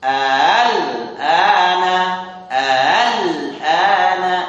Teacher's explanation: ada dua hamzah, jadi hamzah kedua disamarkan. Nah, ini mengenai tashil, jika ada dua hamzah bertemu.